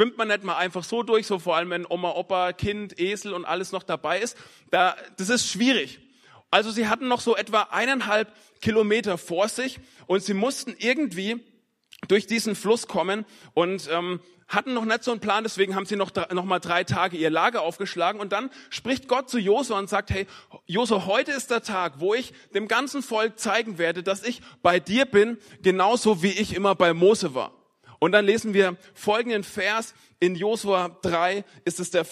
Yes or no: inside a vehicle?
no